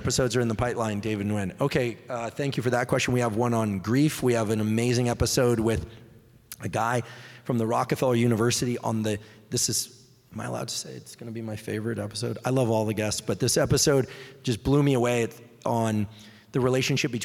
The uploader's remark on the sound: LIVE EVENT Q&A. Question & Answer in Seattle, WA.